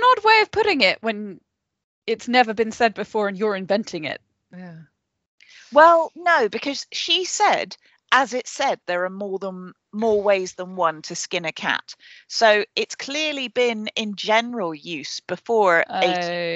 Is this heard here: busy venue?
no